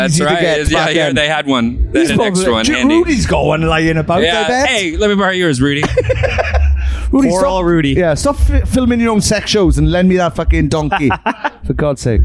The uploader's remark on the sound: backstage Slam Dunk Festival 2023